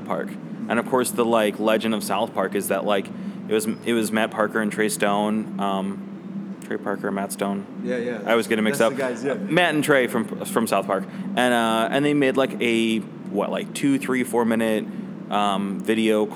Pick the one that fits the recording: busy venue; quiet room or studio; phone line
busy venue